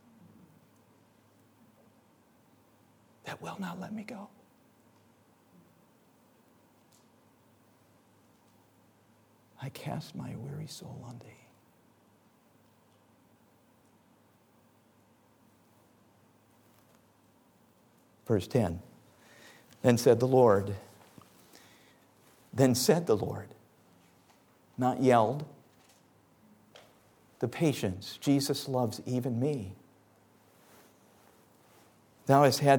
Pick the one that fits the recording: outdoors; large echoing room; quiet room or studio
large echoing room